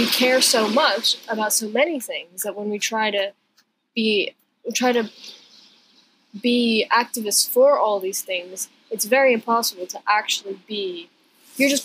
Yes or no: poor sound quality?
yes